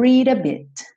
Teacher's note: Esse D do read virou rarara.